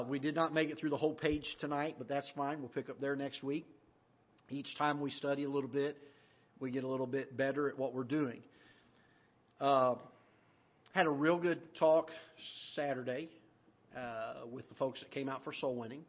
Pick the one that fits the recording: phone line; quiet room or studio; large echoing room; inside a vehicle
large echoing room